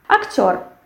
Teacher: We have the stress which falls on the last syllable. And we have this firm sound r.